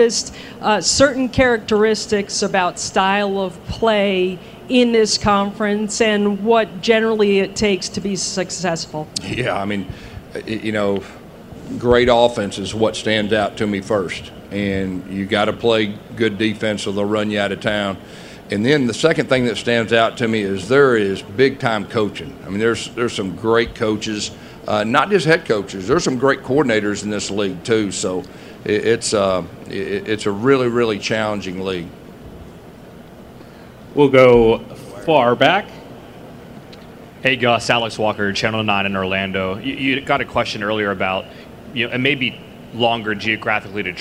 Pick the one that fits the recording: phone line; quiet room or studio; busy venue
busy venue